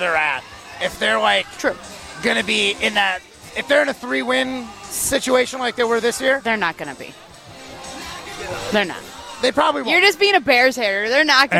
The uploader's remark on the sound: live from Lake Windsor Country Club